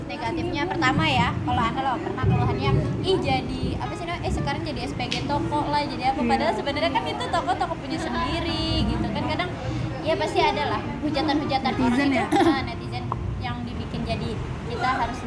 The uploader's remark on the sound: Sorry for the noise. Kita rekaman pas lagi reuni dan hujan deras.